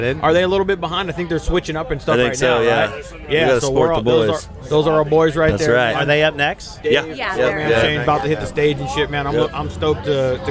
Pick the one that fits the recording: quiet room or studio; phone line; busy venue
busy venue